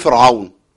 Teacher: صوت الحرف الراء هنا صوتها مرققه